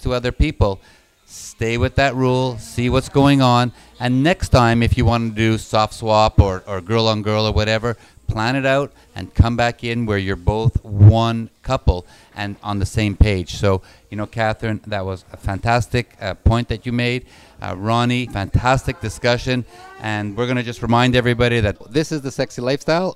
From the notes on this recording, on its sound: on location at The Lux Social Club in Chicago